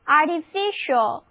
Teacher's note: 同时呢重音放在倒数第二个音节上了